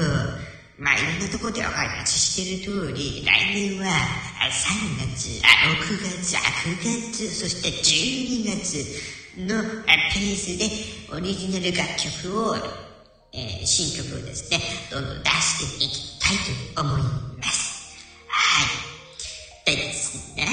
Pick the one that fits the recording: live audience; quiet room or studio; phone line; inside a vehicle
live audience